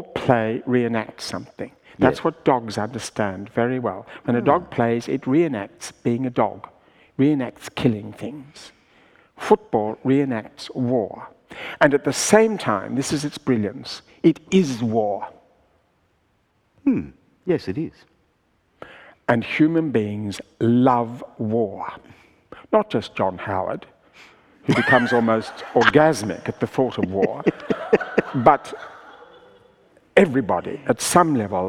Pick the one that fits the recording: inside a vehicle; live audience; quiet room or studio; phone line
live audience